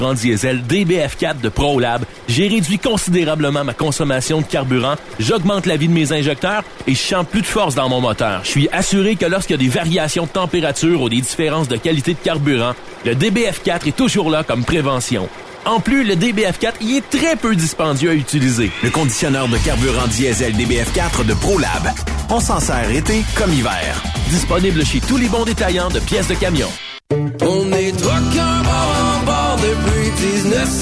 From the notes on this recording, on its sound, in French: Live du Tournoi de Golf SSPT. Que nous avons rencontré au golf de Lévis afin d’amasser des fonds pour la cause de SSPT camionneurs.